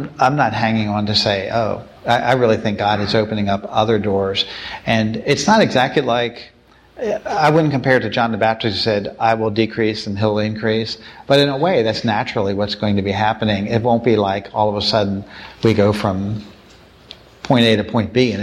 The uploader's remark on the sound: you'll hear their Q&A session from the breakfast